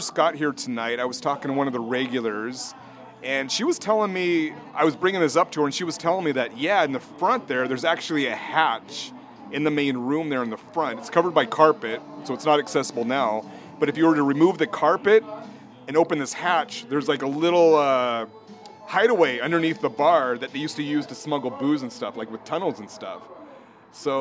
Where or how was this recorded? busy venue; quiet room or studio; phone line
busy venue